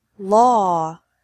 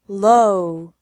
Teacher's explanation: So, to make the difference between law and low, remember that at the end of law, your mouth stays open, and at the end of low, your mouth is almost closed.